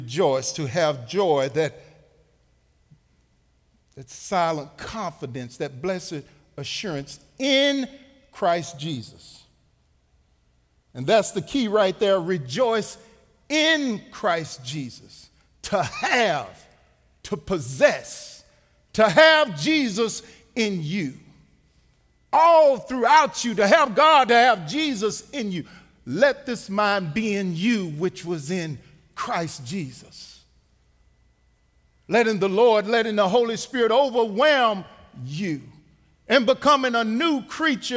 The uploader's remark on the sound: Recorded live at The Fellowship at Two Rivers.